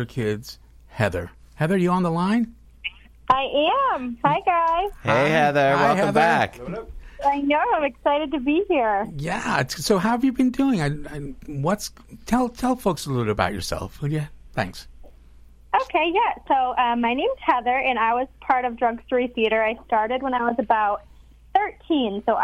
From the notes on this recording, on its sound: a surprise call in from one of the original cast!